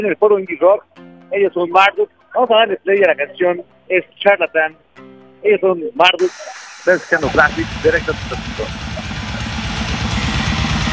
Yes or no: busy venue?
yes